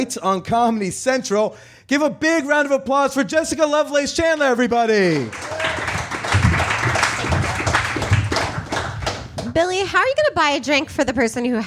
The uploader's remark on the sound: LIVE from Los Angeles. My LA live show was no different!